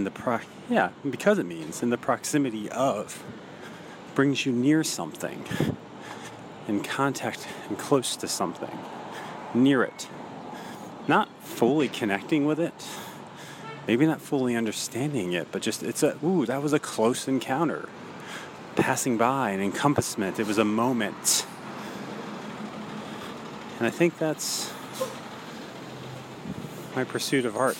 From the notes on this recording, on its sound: Recorded on the way to an AM showing. But, as you can hear here, just getting the cinema is an event in itself.